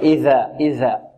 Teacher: من طرف اللسان مع أطراف الثنايا العليا · Term: الذال